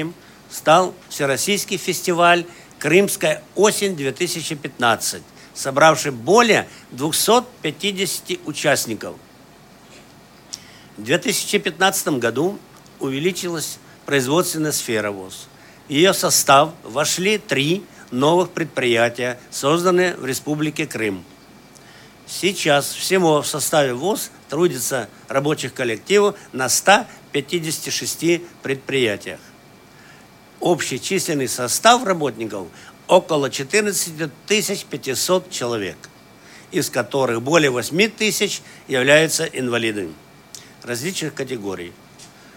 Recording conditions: busy venue